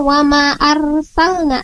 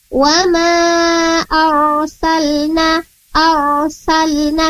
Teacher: ro berharokat sukun, namun sebelumnya ada huruf yang berharokat fathah, maka cara bacanya ditafkhimkan atau ditebalkan · Shown in: second take · Term: ro tafkhim